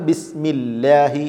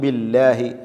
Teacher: കസ്ർ വരുമ്പോൾ ലാമുൽ ജലാലത്തിൻ്റെ അവസ്ഥ തർക്കീഖിലേക്ക് മാറും, അതായത് ഉച്ചാരണം ലഘുവാക്കണം എന്നതാണ്, കനം കുറച്ചുകൊണ്ടുള്ള ഉച്ചാരണം. അതുകൊണ്ടാണ് നമ്മൾ ബിസ്മില്ലാഹി എന്ന് ഓതുന്നത്.